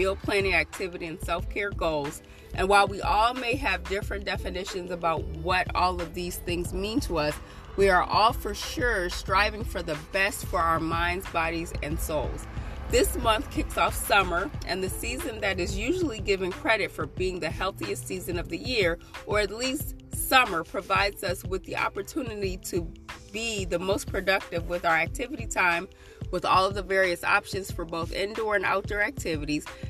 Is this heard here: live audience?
no